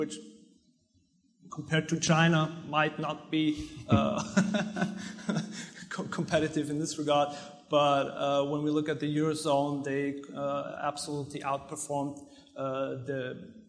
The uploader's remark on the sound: Then you'll hear a panel from the IMN Conference